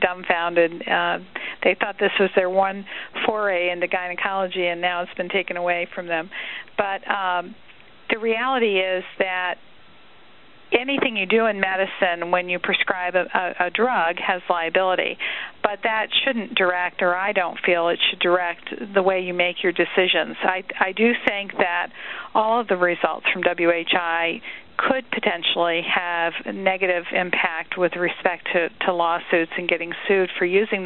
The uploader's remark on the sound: March 2005 Author in the Room® Teleconference